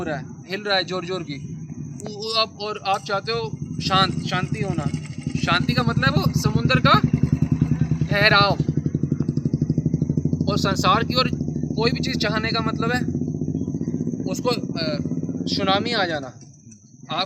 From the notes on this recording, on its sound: delivered at Yamuna Tat, Sri Vrndavan Dhaam